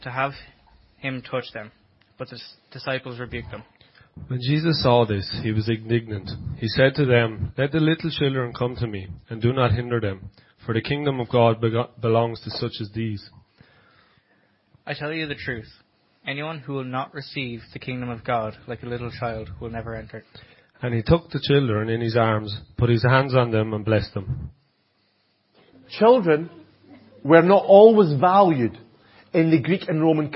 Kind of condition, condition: setting, large echoing room